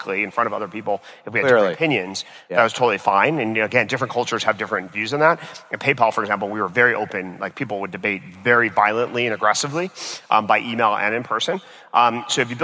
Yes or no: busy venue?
yes